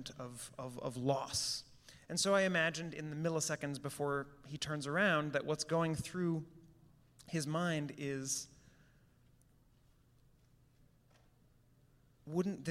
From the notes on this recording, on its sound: A Pre-Performance Talk. Recorded live on Saturday, February 8, 2020.